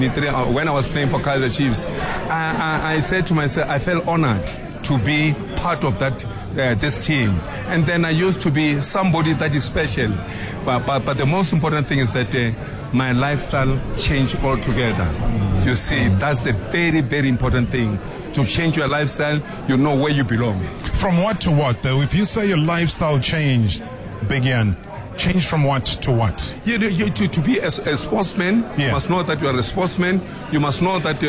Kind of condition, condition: setting, busy venue